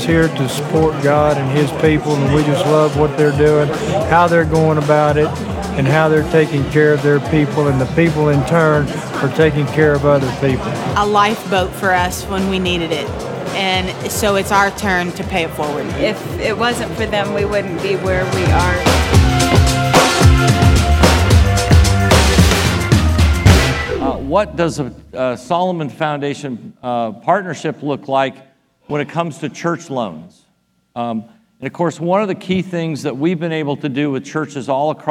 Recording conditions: live audience